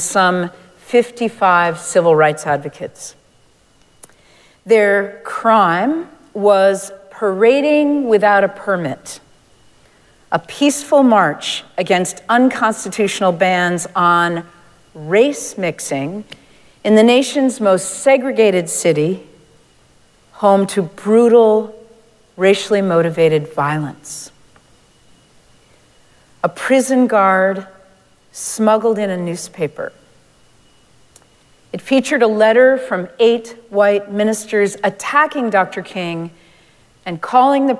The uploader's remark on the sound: Recorded live at Arlington Street Church, Sunday, January 14, 2023.